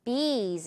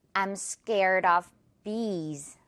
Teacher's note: B 부분 성대 울릴 겁니다